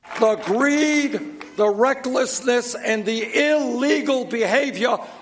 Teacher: Mr. Sanders voluntarily increases the duration of a word. For example, greed, recklessness, illegal, and knees. So Mr. Sanders used what we call hyperarticulation, which is an exaggeration of the pronunciation.